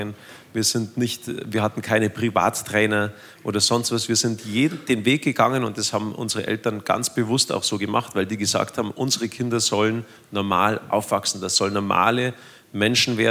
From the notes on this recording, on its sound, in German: anlässlich der 100-Jahr-Feier von LOWA Platz auf der Live-Bühne genommen